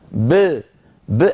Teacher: الباء ساكنة مقلقلة لا يصاحبها شيء